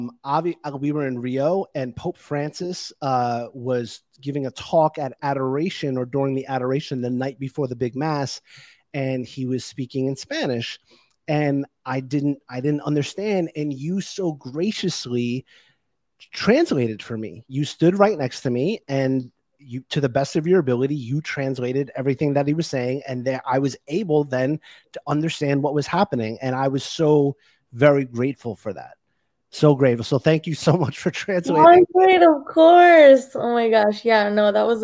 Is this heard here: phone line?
no